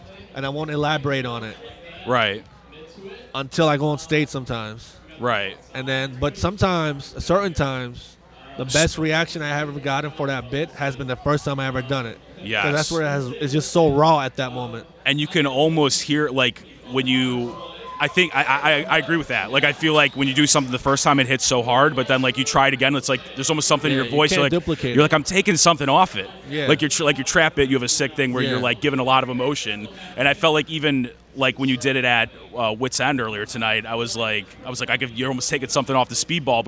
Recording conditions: outdoors